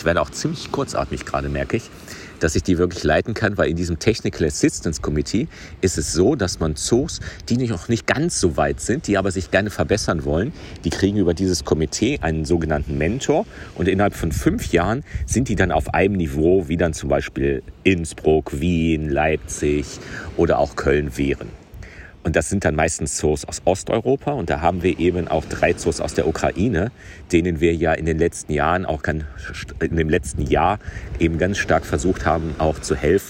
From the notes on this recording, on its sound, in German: BACKSTAGE in Portugal am Strand. LIVE vor Ort in Portugal. Remote aus dem Studio.